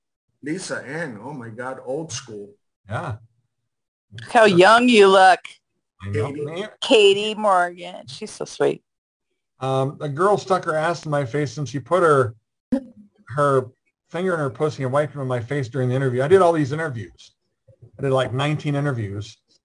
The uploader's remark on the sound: joined us on our Zoom Show